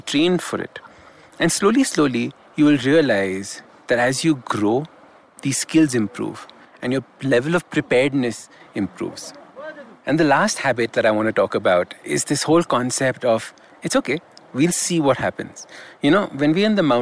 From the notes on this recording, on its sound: live expedition trekking experience in the form of an audio blog from the Kang Yatse 2 Trek, also known as the 'Markha Valley Trek'